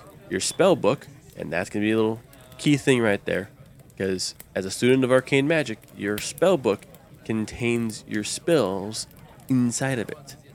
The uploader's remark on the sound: Background tavern and dungeon sounds by Syrinscape